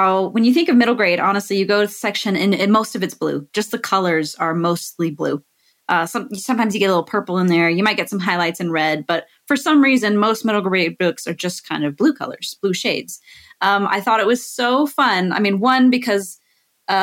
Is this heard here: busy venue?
no